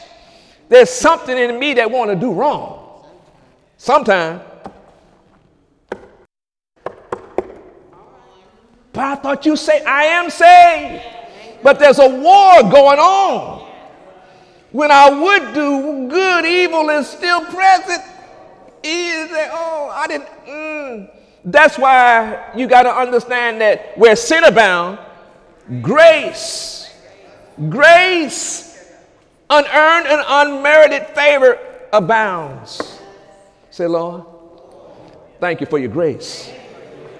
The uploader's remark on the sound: During Sunday morning service on April 1, 2018